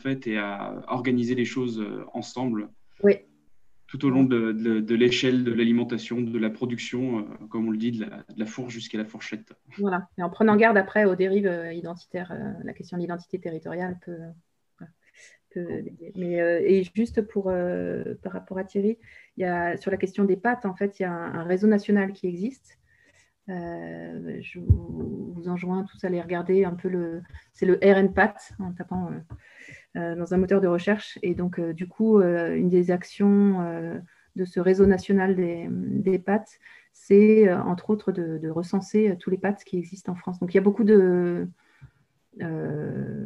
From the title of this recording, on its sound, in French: 4 décembre 2020 en visio